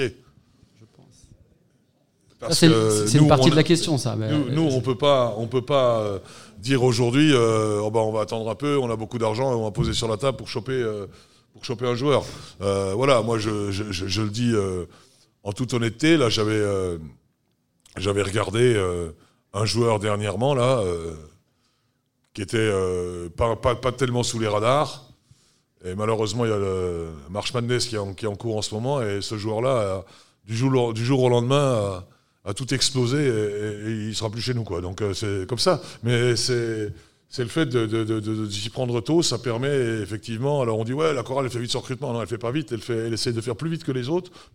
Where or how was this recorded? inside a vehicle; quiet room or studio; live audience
live audience